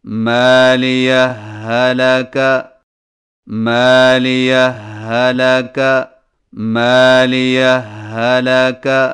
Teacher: صرف ایک مشدد ہا سے پڑھیں، یعنی اس طرح مالیہ ہلاک، مالیہ ہلاک، مالیہ ہلاک، اس کو ادغام کہتے ہیں.